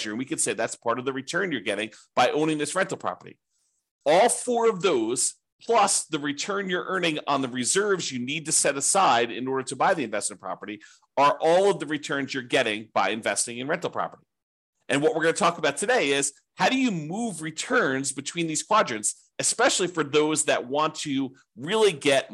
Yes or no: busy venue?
no